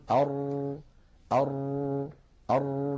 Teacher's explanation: نجد بأن اللسان فيه شيء من الارتجاف · فلا بد من إخفاء التكرير المؤدي إلى ظهور أكثر من راء